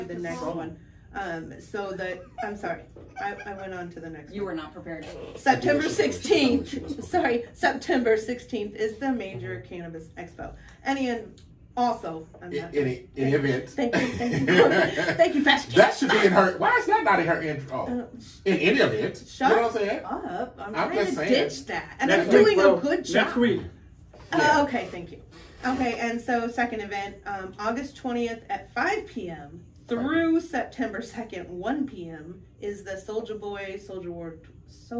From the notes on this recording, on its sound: Our apologies for the audio on this episode. We had some technical difficulties with the audio file and had to use a backup source for the audio.